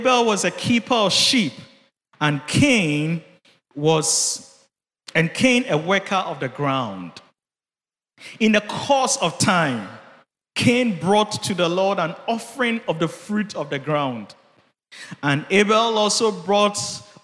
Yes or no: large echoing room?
yes